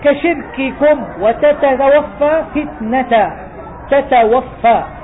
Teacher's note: تراعي الشدة فتنطق بالكاف وبالتاء بشدة